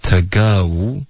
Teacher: 我们会把 to 弱读成一个 t